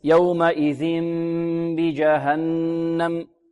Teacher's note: الغنة هنا يعني غنة ممطوطة لا تقدر بحركتين، طيب وهي كاملة لأنها إخفاء. · Term: الإقلاب